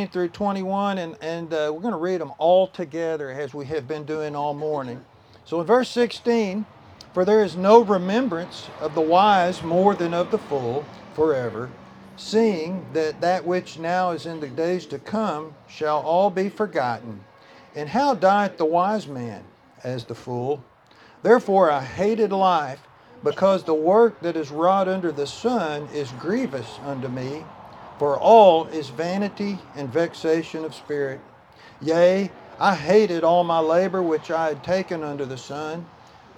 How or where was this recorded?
outdoors